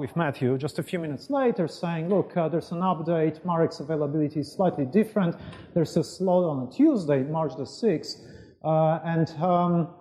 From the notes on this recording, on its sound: IFE Grand Challenge Lecture, recorded 1 March 2019 at QUT